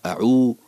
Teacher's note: الهمزة مرققة، فيجب أن تقرأها آ وليس أو، وكذلك العين، وكذلك الواو التي يجب أن يضم الشفتين فيها ضما محكما مع ترك فجوة لخروج الهواء أعو، وتكون هذه الضمة محكمة دائرية وليست